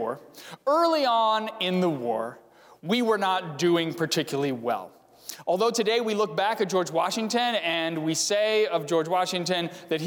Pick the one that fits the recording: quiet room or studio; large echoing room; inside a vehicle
large echoing room